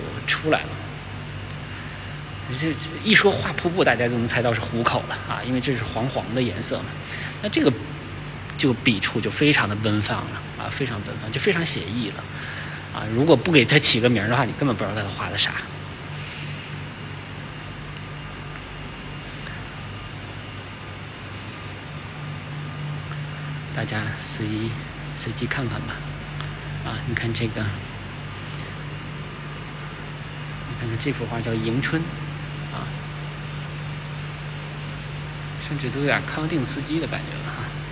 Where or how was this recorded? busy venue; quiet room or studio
busy venue